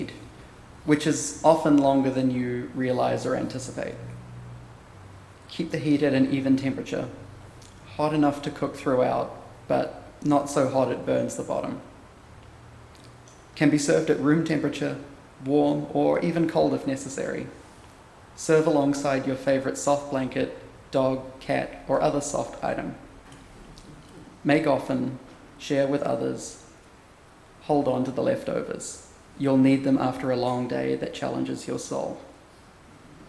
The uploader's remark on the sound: Recorded at Auckland Unitarian Church